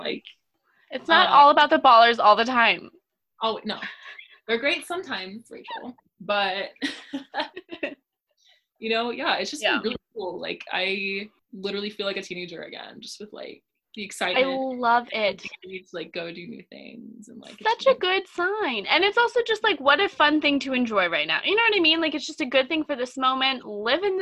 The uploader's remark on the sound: this time from the virtual Zoom studio